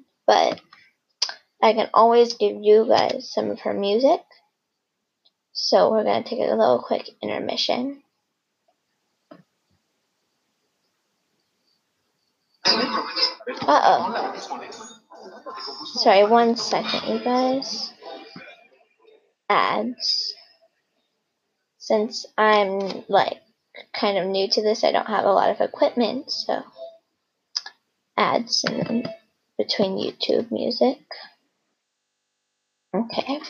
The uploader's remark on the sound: This is only my second episode so I'm sorry if it doesn't sound good. I'm like the podcast version of the basement band or garage band.